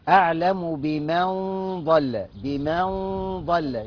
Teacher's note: هنخفي النون في الضاد، عند الضاد، نخفي النون عند الضاد · Term: إخفاء حقيقي